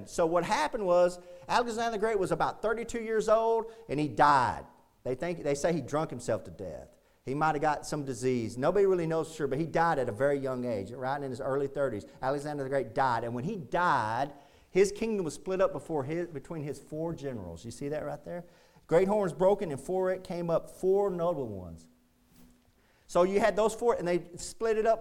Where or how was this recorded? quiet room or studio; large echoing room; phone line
large echoing room